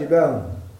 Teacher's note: الهاء حرف مهموس رخو منفتح مستفل مصمت، فينبغي أن يصفى من الأوصاف التي ليست فيه، فيصفى من الجهل فهو مهموس، ويصفى من الشدة فهو رخم، ويصفى من الإطباق فهو منفتح، ويصفى من الاستعلاء فهو مستفل.